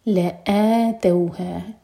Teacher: لام کے بعد حمزہ، حمزہ پر فتح ساتھ میں الف، تو لآ دو حرکہ لمبا، یہ مد بدل، لآتوها وما تلبثوا، یہ سا زبان ہماری